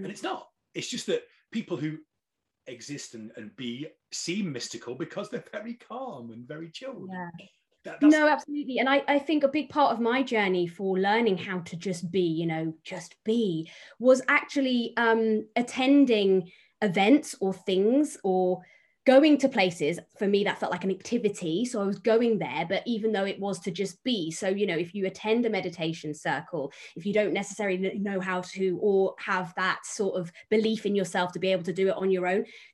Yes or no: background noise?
no